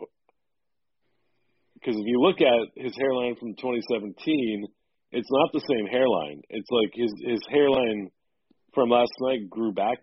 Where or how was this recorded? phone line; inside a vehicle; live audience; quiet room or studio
phone line